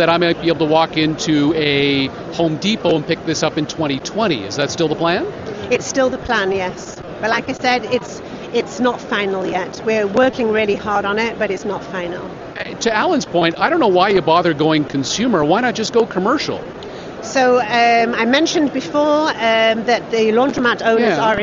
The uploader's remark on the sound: Live from CES 2019